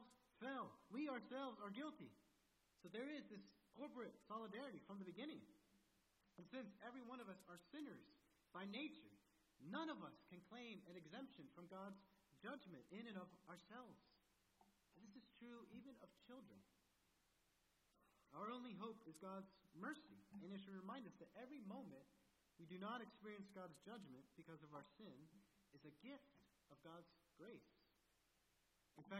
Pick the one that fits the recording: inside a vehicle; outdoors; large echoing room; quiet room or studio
large echoing room